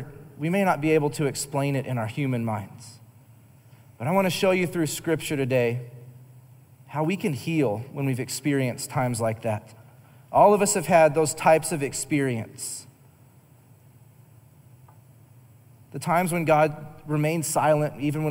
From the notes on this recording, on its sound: Recorded live during our Wednesday night service